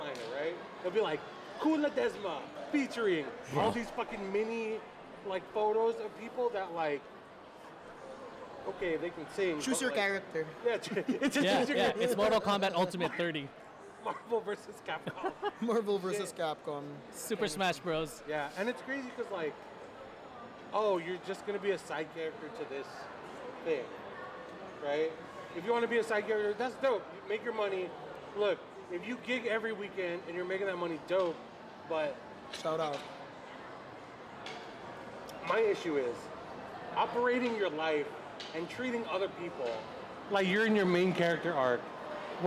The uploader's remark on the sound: We are recording live from FAHM Mania 3 in Plaza West Covina. We have the opportunity to be part of this Filipino Festival and we decided to have some fun with everyone here by playing games and shooting some live podcasts.